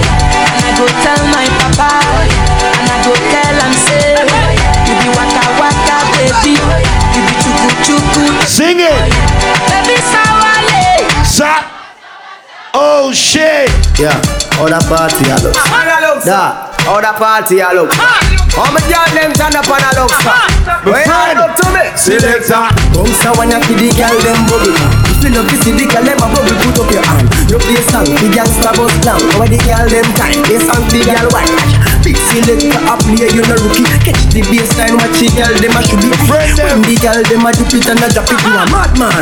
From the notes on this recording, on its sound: LIvE in VA BEACH. PHOENIX LOUNGE.